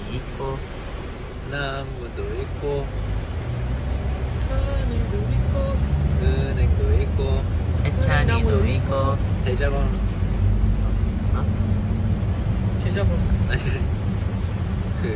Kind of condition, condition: fault, background noise